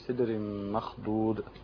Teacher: طبعا في عندنا الغنه بتاعه الادغام التنوين في الميم في سدر مخضود